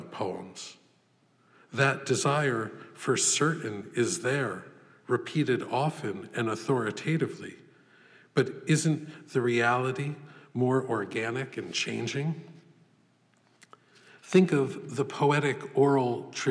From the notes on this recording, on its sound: This lecture was given May 22, 2014, at the Poetry Foundation.